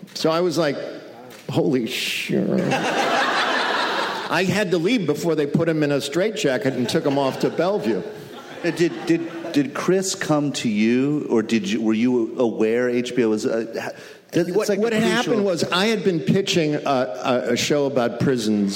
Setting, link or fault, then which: setting, busy venue